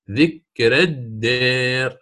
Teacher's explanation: أنت قلت فخم الراء لكن هو كما قلت الآن كما قيل يعني ليس كلامي غفل عن كسرة الذال في هذا الموضع. فكسرة الذال أبقت الراء على ترقيقها أبقت الراء على ترقيقها فقرأنا ذكر الدير هكذا فرققت الراء تمام.